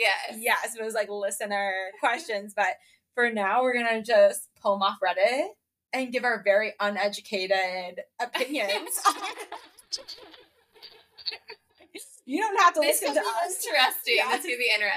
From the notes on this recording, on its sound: We apologize for the sound quality, SOMEONE aka. Forgot to plug in the microphone that makes us sound good...